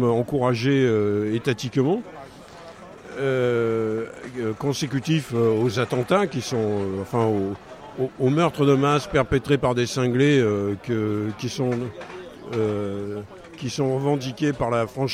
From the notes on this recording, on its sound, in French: Diffusée en direct le 15 septembre 2016 depuis la place de la République